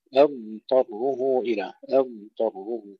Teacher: فيقولون أضطره أو أضطره يقلقلون الضاد، وكلاهما خطأ، أضطره إلى، أضطره استطالة الضاد مع إظهارها ثم الانتقال إلى الطاء بعد ذلك